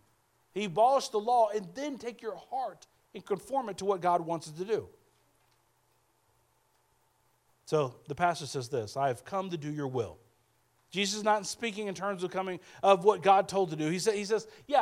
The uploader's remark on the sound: speaking at Soma Community Church in Jefferson City, MO